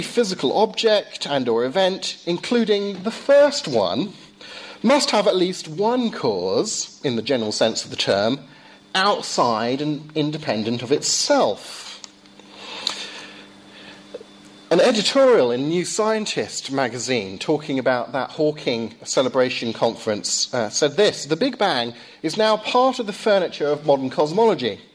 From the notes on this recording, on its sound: Lecture delivered at Downe House School